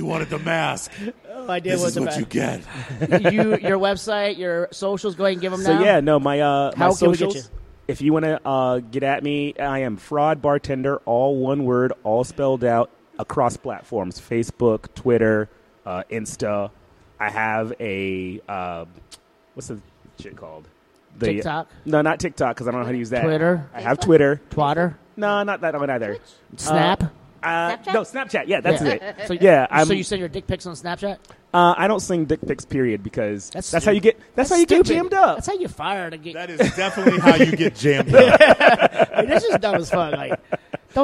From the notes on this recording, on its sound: Live From One Eight Distilling.